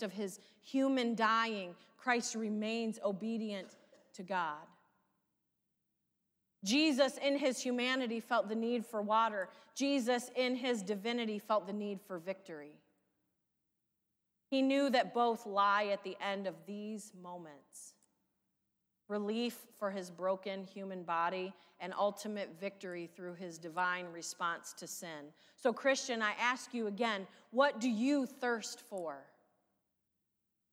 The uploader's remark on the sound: Sermon from live worship service at St. Paul's UMC Tiffin Ohio.